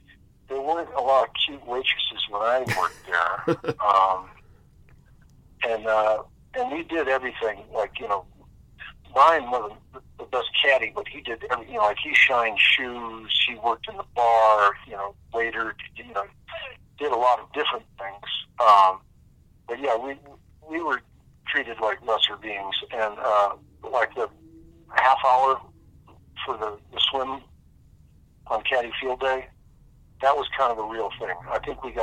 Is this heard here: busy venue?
no